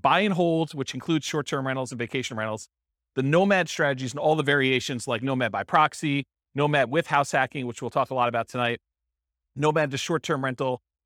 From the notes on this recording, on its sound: This was a live class recorded